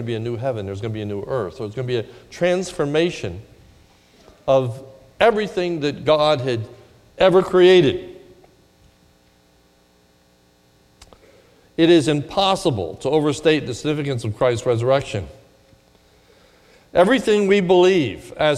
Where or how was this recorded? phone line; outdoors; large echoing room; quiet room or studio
large echoing room